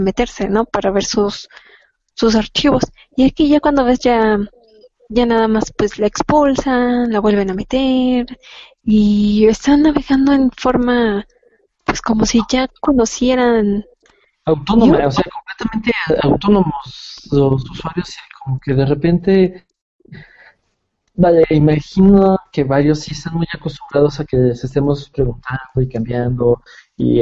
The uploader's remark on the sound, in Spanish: Nueva forma de trasmisión en vivo desde Hangout y en vivo en Youtube